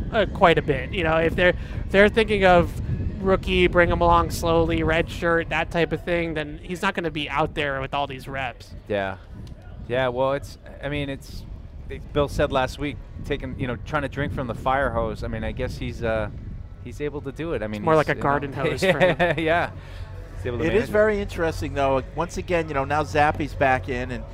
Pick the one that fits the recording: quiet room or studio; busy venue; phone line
busy venue